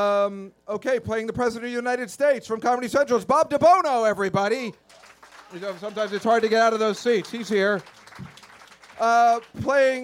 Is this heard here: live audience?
yes